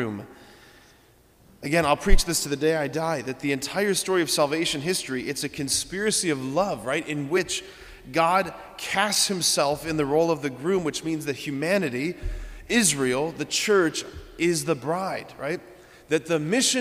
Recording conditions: large echoing room